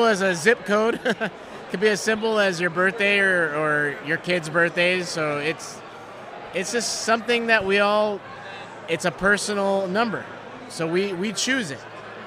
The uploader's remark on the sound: Spent the evening in the bar at the lovely Anaheim Hilton following day one of STAR WARS CELEBRATION 2022 interviewing Star Wars fans from around the world.